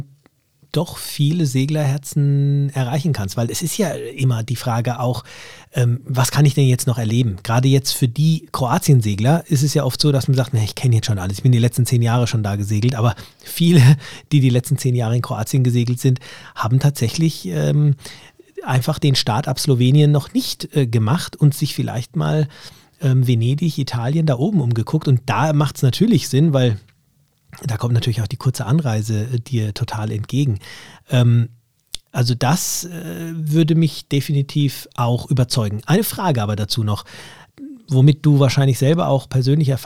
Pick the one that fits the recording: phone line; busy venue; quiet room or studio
quiet room or studio